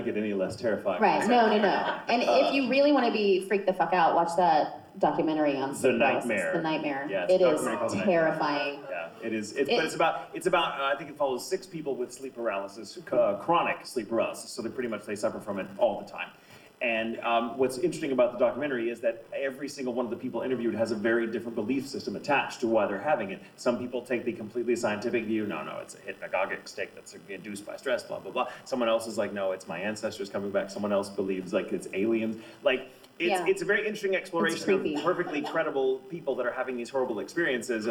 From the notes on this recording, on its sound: LIVE from GalaxyCon Minneapolis. Enjoy a live show.